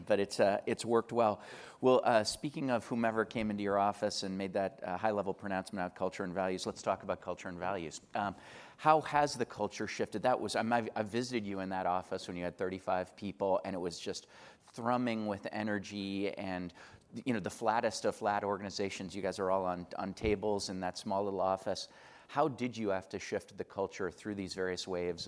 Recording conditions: busy venue